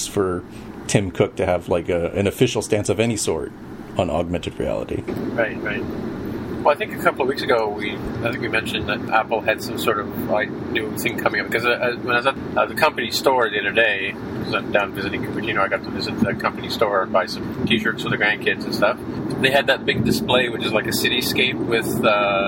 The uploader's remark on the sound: This week we recorded LIVE